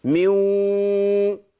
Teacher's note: بخلي الغنه ماشيه معايا في الواو · Term: ادغام بغنه